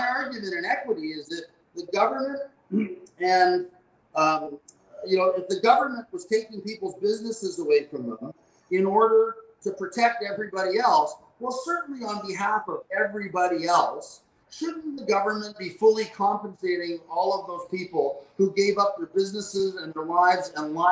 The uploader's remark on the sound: Alberta Prosperity Project Webinar.